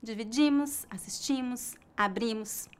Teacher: Note que a sílaba tônica é a penúltima e a pronúncia das letras os no final é bem fraca.